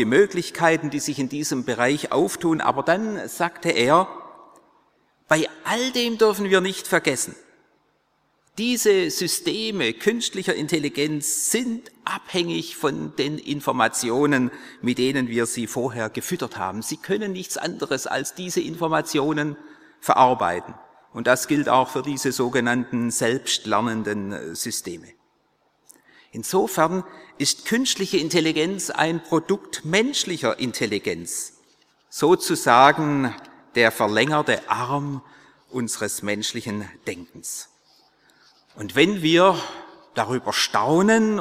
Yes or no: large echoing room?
yes